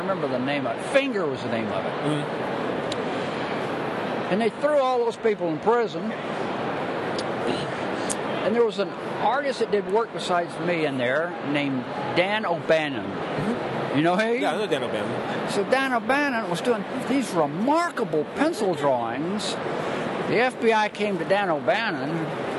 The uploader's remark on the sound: LIVE! From the 2014 MoCCA Fest! From the floor of the 2014 Museum of Comic and Cartoon Art Festival!